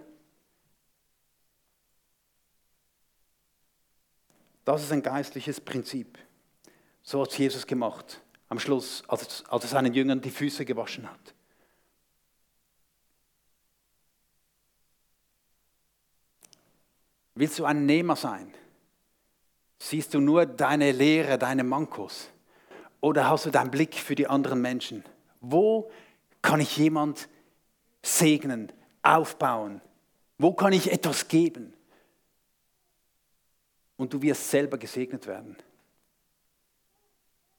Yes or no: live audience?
yes